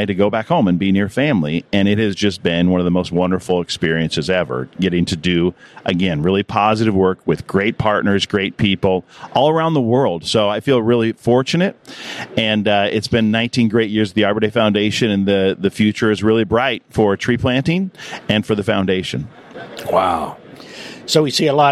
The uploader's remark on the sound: In this series, we set up a podcast booth in the Trees & Utilities Conference in #Pittsburgh, #Pennsylvania to talk with all the major players in the #VegetationManagement #industry.